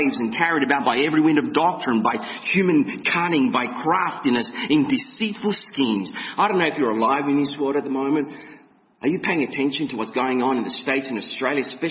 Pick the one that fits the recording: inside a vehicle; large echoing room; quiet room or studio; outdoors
large echoing room